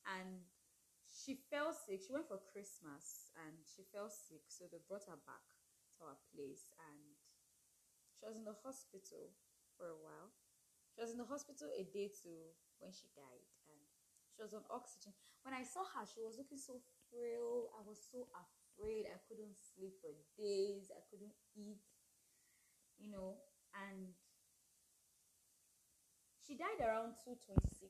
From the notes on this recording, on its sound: background noise and I couldn't bring myself to record again.